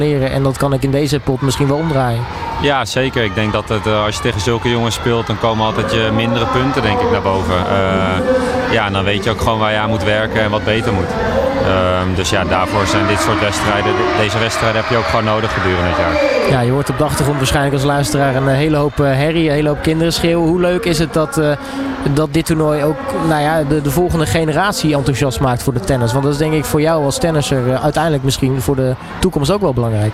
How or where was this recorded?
busy venue